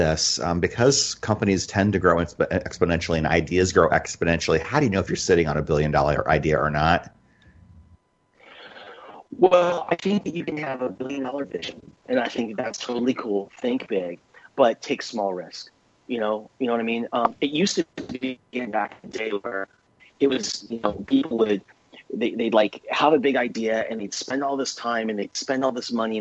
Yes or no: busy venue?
no